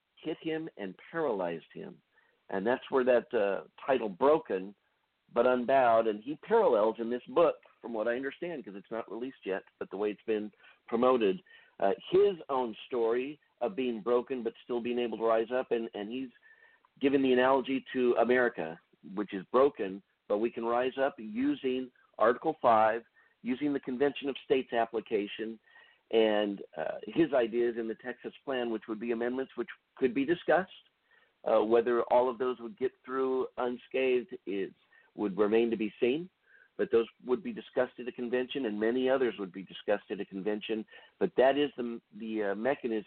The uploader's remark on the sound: An Open Phone Line Discussion